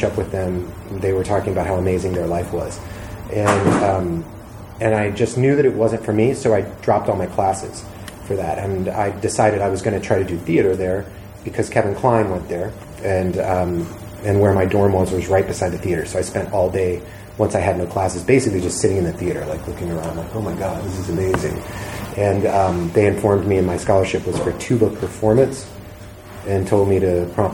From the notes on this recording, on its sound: 666 Grimmfest Interviews Part 4. The feature lengh on stage chat. Grimmfest October 2022 was such a fun experience.